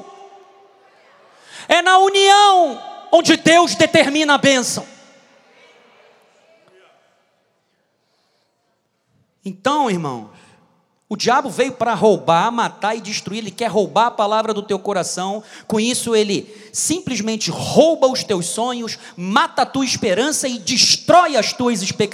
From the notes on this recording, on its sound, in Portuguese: Culto gravado na Igreja Evangélica Cristo Vive - Rio de Janeiro RJ.